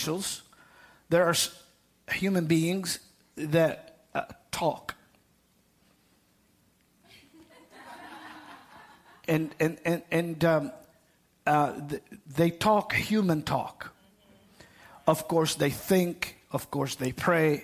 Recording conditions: large echoing room